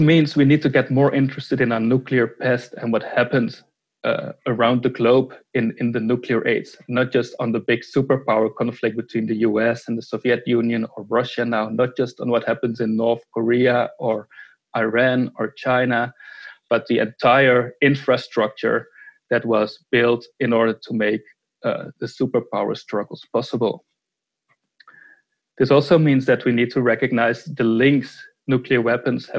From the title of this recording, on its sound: Webinar